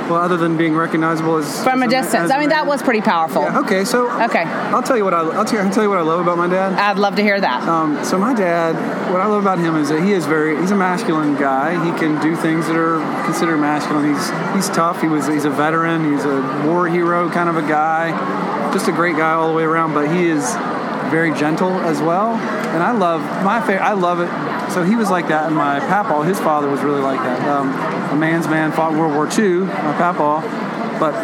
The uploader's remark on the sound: Since we are at the GHC conference in California, I decided to walk around and chat with some of the men that are here